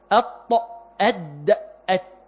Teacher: طيب احنا خدنا مخرج الطاء والدال والته، طرف اللسان مع اصول الثنايا العليا · Term: حروف نطعية